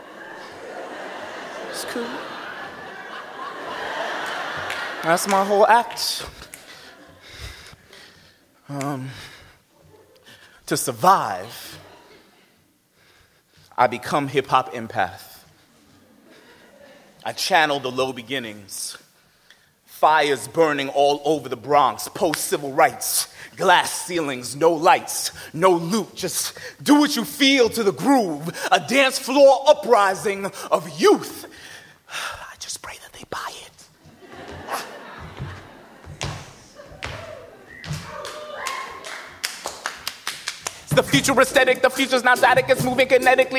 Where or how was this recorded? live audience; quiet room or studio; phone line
live audience